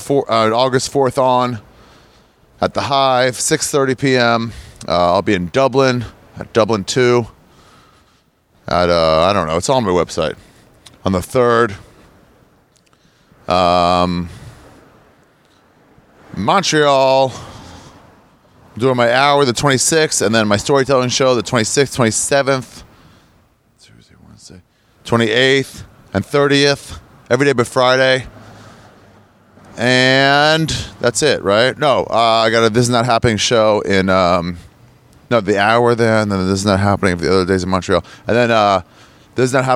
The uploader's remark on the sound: It's an on location style podcast through the streets of Manhattan and Brooklyn.